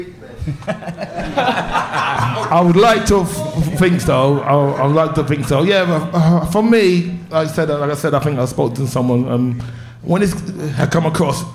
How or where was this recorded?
live audience